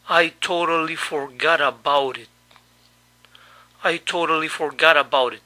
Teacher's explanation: la T final de forgot y la de about las pronuncié como nuestra R. La T final de it la articulé pero no la pronuncié.